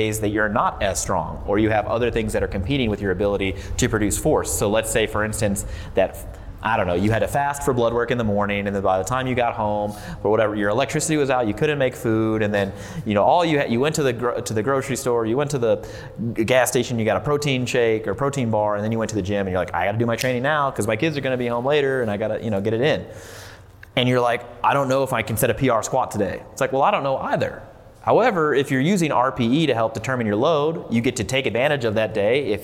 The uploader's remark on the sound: This podcast was recorded July 2019 at Elevate Barbell in Fort Collins, CO.